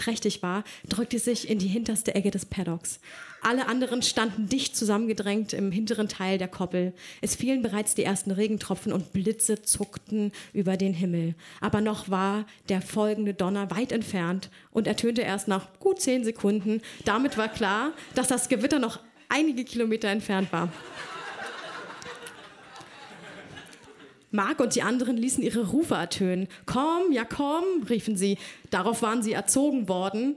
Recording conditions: live audience